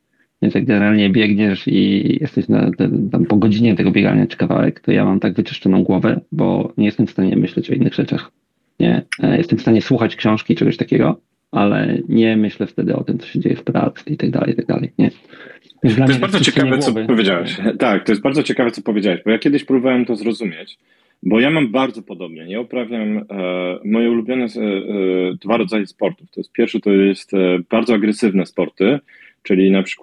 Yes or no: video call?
yes